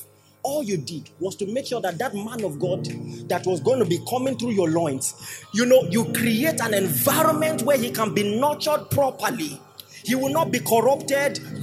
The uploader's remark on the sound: A powerful sermon delivered. During Gracemade Christian Center's Grace Conference, commemorating the church's 5th Anniversary.